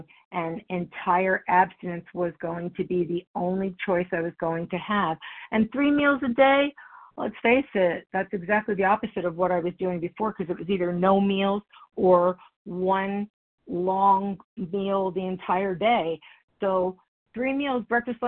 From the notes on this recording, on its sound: the 100 Pounders Phone Meeting, 6/6/23